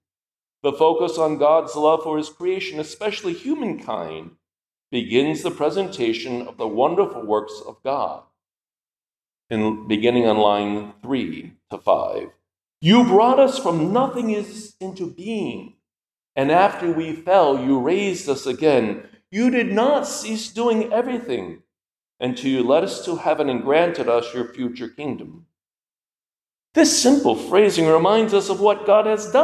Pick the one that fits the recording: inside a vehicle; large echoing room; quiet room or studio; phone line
large echoing room